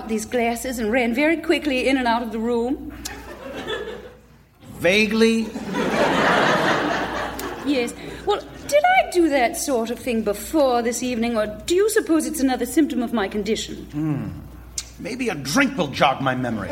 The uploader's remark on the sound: Recorded Live 8/6/2011 at Largo, Los Angeles.